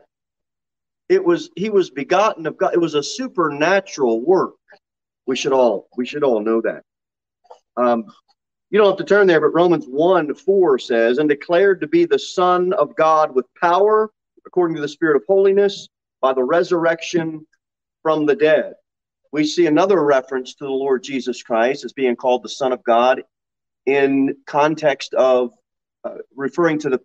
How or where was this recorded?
large echoing room